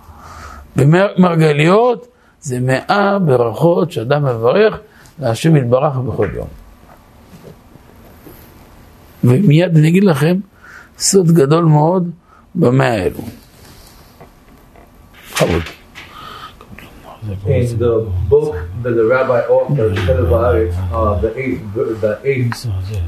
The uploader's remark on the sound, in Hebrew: הוקלט בבית הכנסת שערי עזרא, מיאמי ביץ', פלורידה, במהלך מסע חיזוק ליהדות ארצות הברית.